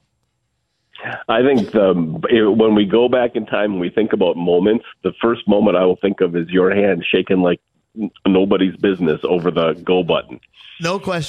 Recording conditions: phone line